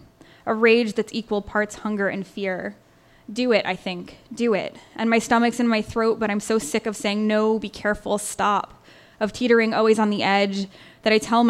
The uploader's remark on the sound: On Stage at Housing Works Bookstore Cafe. We've got clips from the launch for A Book of Uncommon Prayer, our Tumblr Writers BEA Party, and Triple Canopy Presents: On Folly.